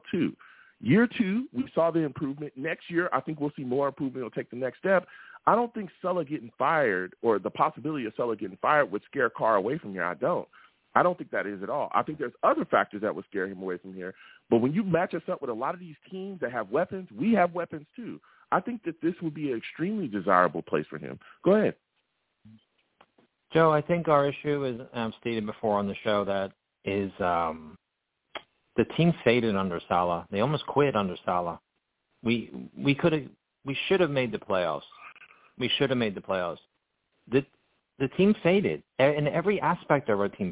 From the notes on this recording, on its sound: I take live callers!